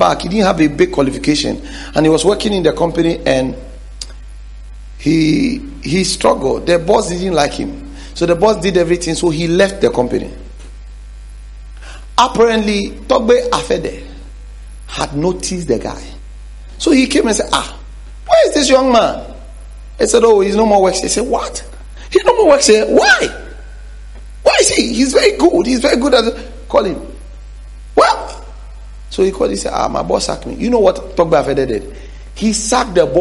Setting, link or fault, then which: setting, large echoing room